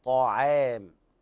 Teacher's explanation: تفخيم الطاء وترقيق العين